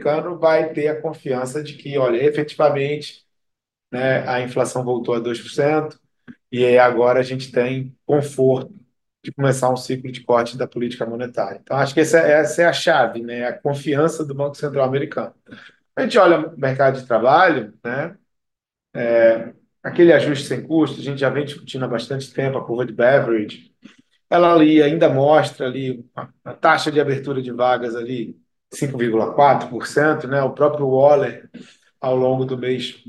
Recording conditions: video call